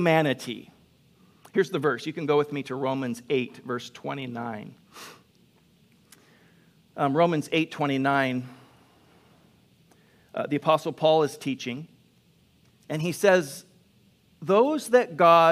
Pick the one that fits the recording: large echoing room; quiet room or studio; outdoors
large echoing room